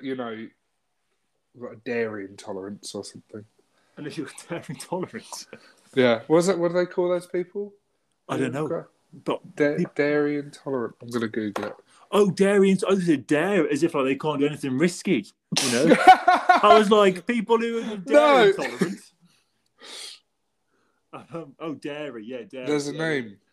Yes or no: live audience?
no